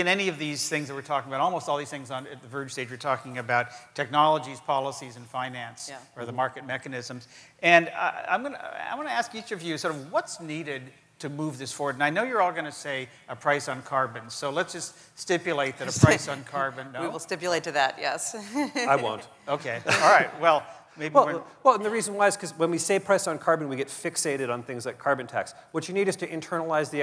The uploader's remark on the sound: The best of live interviews from GreenBiz events.